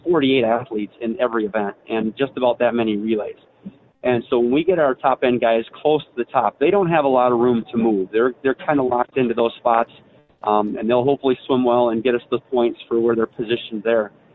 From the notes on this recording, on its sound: will join us by phone